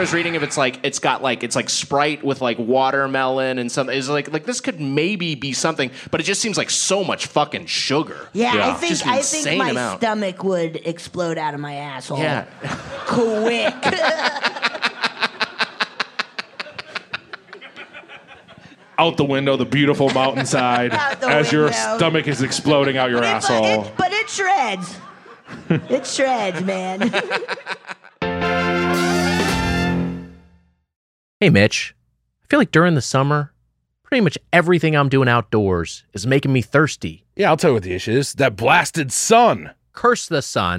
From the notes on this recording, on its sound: Recorded Live at Wiseguys Comedy Club in the before times (March 10, 2020).